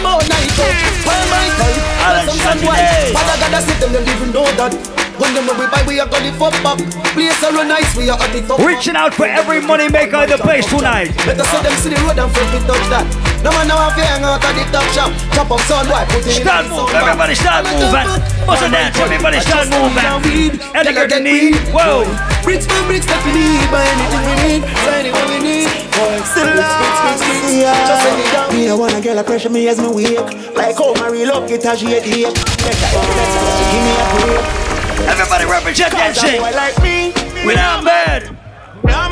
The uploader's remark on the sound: LIVE AUDIO! Live audio recording from my set at Island Saturdays on May 7th.